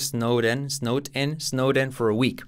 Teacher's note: Fijaos cómo la D como R suave.